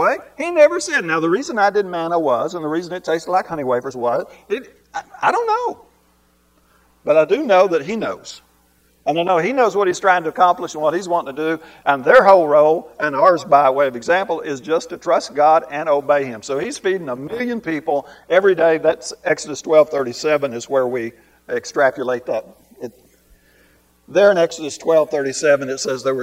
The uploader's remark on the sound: This lesson was recorded live and uploaded as a podcast unedited.